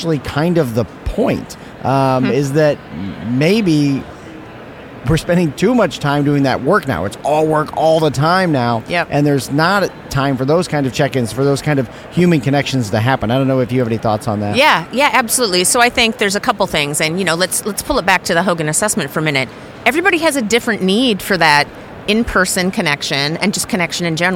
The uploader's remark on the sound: Live from SIOP